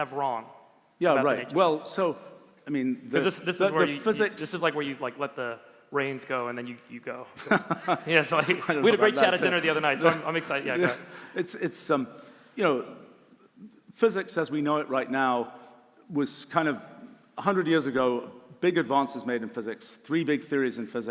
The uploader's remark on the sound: This talk was recorded live at the All-In Summit 2023 at Royce Hall on UCLA's campus in Los Angeles.